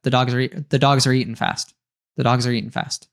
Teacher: the and are here, I hear that they are there when you say them, but they are very reduced, like really reduced. · It's like the dogs are. The are is there, but almost not there.